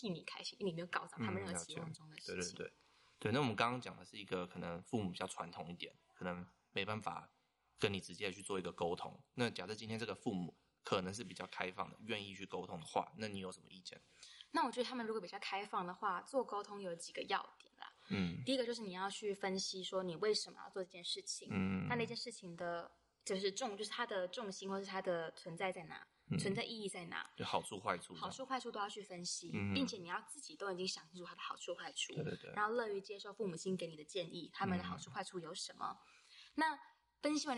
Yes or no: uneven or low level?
yes